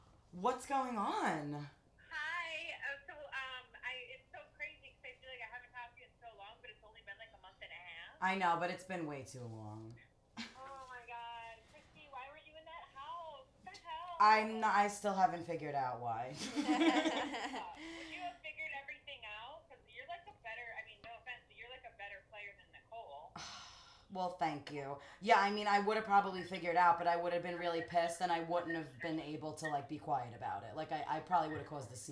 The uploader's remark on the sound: receive surprise phone calls from 2 very exciting previous houseguests